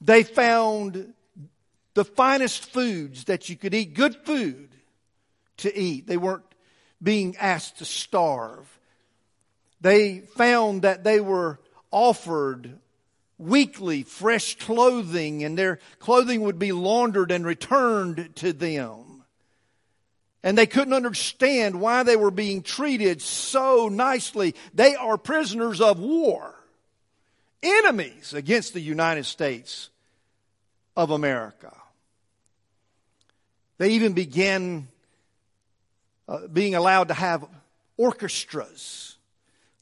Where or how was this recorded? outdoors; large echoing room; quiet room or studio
large echoing room